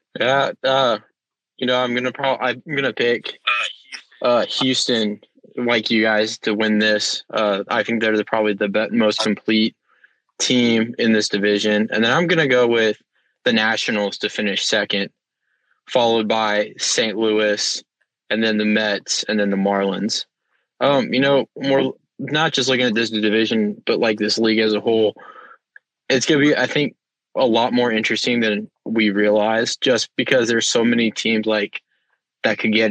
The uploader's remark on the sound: In a phone interview